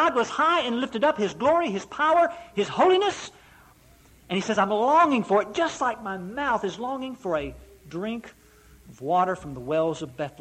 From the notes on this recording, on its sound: Preached at Eureka PBC.